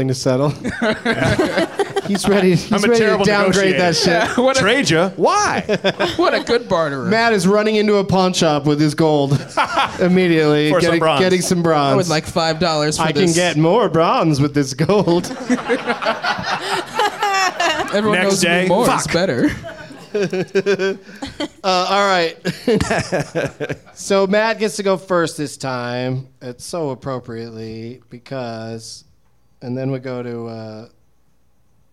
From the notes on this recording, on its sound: Live from NerdMelt in Hollywood